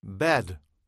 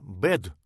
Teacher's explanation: «Э» — это не «э» и не «а». Это звук такой как бы между ними. Англичане или англоязычные слышат этот звук, выделяют его среди других, и слова с этим звуком и не с этим звуком являются разными.